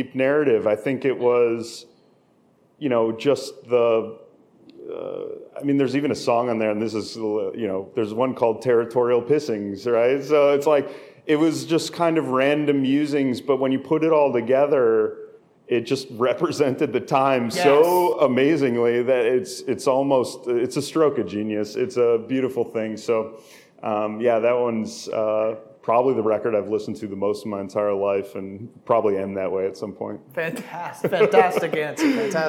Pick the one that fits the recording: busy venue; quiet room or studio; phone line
busy venue